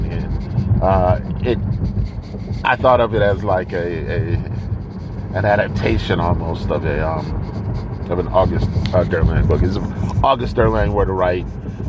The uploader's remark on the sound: Warning: there’s a constant scratching noise throughout the episode and you may want to skip it.